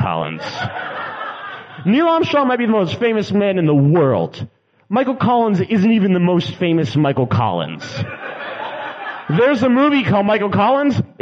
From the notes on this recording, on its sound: We’re live in NYC.